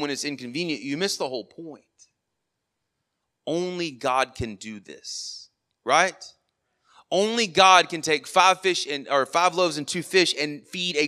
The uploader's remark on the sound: Sermon audio from our morning service.